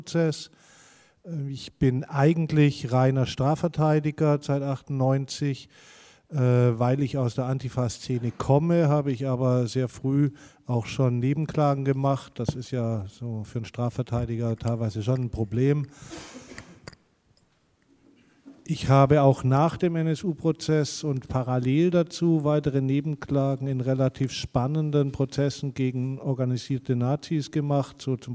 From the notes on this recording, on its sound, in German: Dafür waren drei Expert*innen für eine Podiumsdiskussion nach Göttingen eingeladen. Die Podiumsdiskussion „Die Normalität des rechten Terrors“ fand am 15.11.2019 ab 18:00 Uhr im ZHG der Georg-August-Universität Göttingen statt.